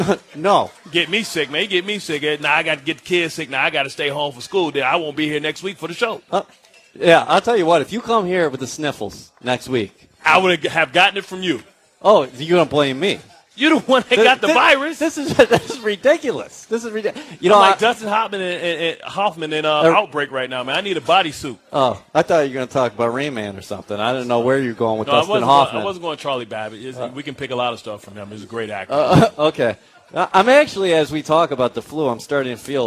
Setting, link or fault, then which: setting, busy venue